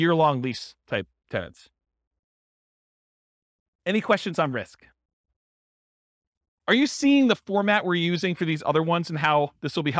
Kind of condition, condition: setting, live audience